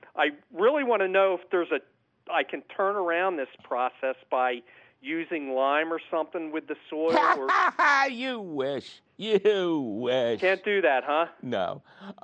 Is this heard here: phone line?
yes